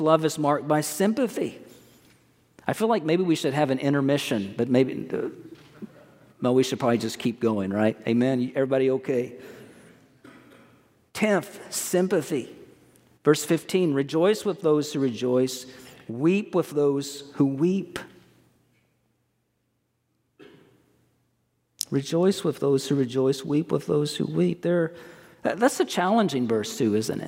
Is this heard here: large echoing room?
yes